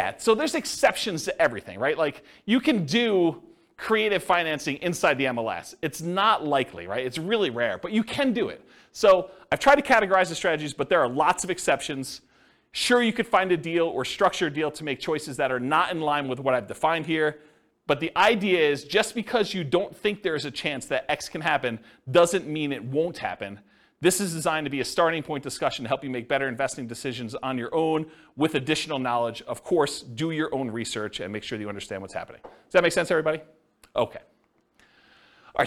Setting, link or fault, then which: setting, live audience